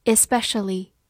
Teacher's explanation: Especially. E S 发 s，p 放在 s 这个音后面浊化成 b